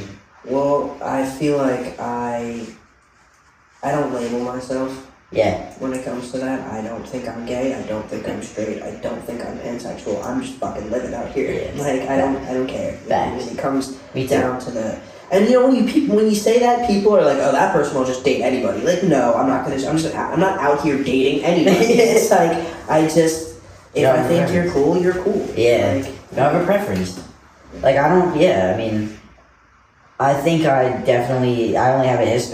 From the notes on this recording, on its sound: We apologize for the audio, we had some technical difficulties with the microphones and had to rely on the camera audio.